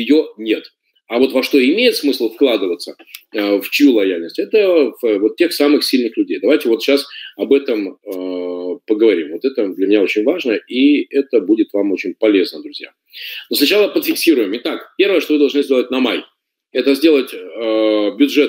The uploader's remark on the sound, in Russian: Запись вебинара